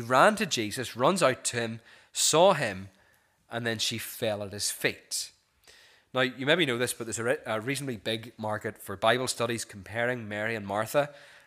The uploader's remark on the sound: This is the recording of the Bible reading and sermon from our morning service on Sunday 4th February 2024.